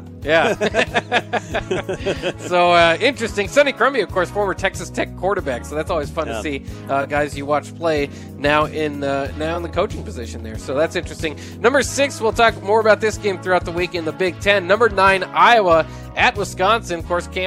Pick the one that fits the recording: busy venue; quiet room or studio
busy venue